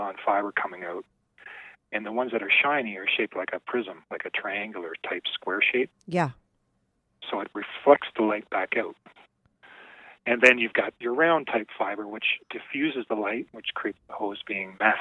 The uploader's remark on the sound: called